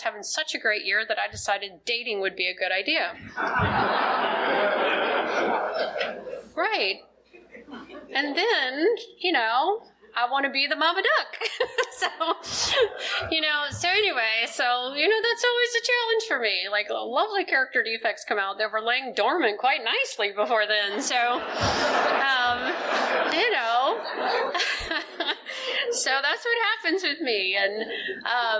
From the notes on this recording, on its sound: is telling her story at the 44th Annual Oceanfront Conference held in Virginia Beach Virginia in February of 2020